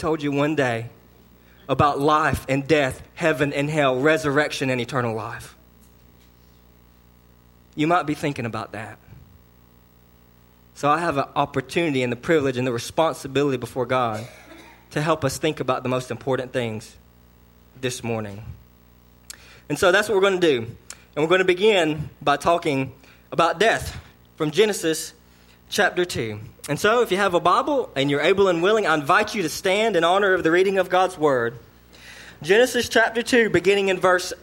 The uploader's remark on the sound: sermon delivered to Cottondale Baptist Church on Easter Sunday, 4/21/19 AM.